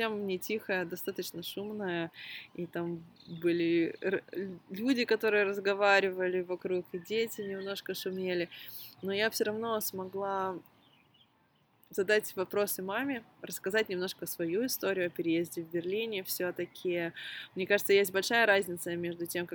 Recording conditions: background noise